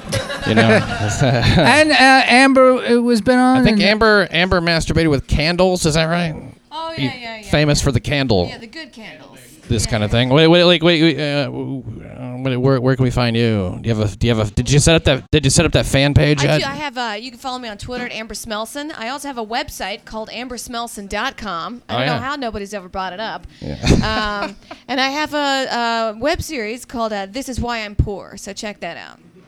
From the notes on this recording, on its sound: LIVE FROM HELL'S KITCHEN. A LIVE AUDIENCE SITS IN ON A HISTORIC RECORDING IN HELL'S KITCHEN.